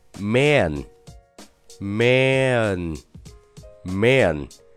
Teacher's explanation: 说即便你按照字典上的读法去读 a 的音，那你也很有可能会读成 man，但是其实这个读音也是不标准的。那如果按照我上面说的大口的 a 后面跟了一个前鼻音的 n 的时候，实际上在它们的中间加一个很小的呃的音的话，那么男人或者是人类这个 M AN，其实就应该读成 man，man，man。来仔细听一下，是不是中间有一个很小的，呃，的音呀？man，man，man。所以说这个词看起来很简单，但是事实上这个词的发音的学问还真是不少的。哎，如果你想给你的哥们儿打打气，说，哎，你得爷们儿一点呀，对不对？那你就可以说 Come on, be aman。你听，Come on, be aman。你看这个 man 是不是中间有一个 man，有一个这样的小的过渡的呃的音呢？所以说你要去把这个腔调给带出来啊，man